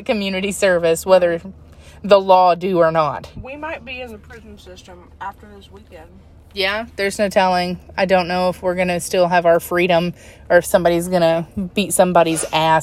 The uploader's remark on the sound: Live from a chick fil a parking lot somewhere